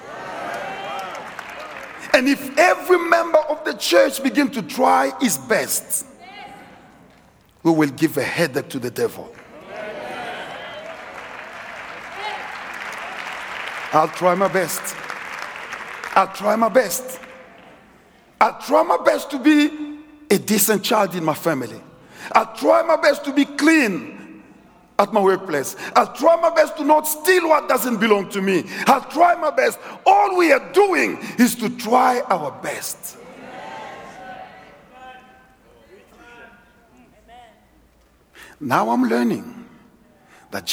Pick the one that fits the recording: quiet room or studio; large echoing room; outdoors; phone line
large echoing room